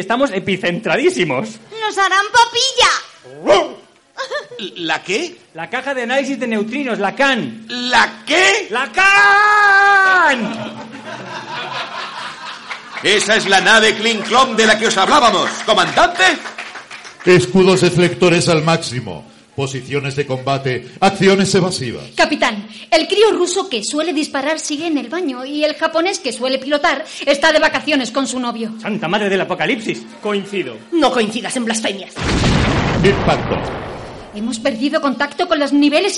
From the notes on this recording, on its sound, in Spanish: Grabado en ocasión de la Cifimad 2017 el 25 de Febrero en el Hotel Las Provincias, Fuenlabrada.